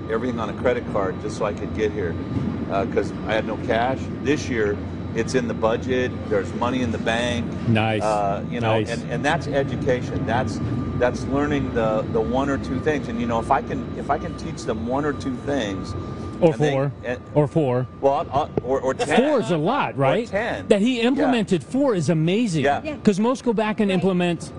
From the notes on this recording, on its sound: Marketing, from the Vision Hi-Tech Expo and Training. This show was recorded at the Vision Hi-Tech Expo and Training, an event we absolutely love to come to!